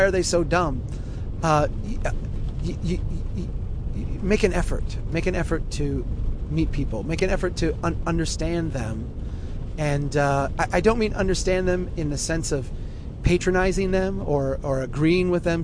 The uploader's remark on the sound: while driving through a Minnesota blizzard